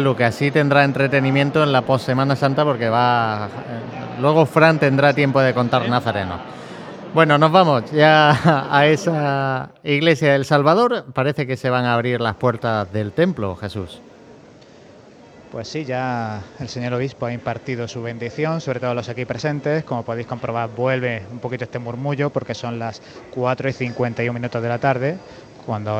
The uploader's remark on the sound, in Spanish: Retransmisión en directo del Lunes Santo en Jaén en el año 2023.